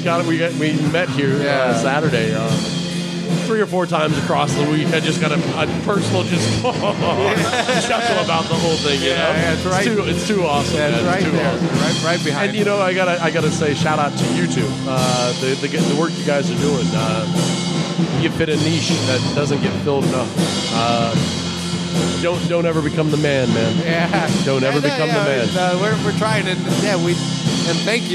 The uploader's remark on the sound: Seaside Open Mic. This episode was recorded at the Press Club in Seaside. They are hosting a monthly open mic every first Friday of the month so we went to check out the first one of the year.